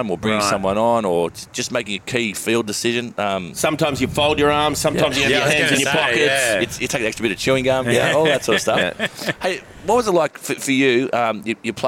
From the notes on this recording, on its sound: This podcast was recorded at Bamfords Kirribilli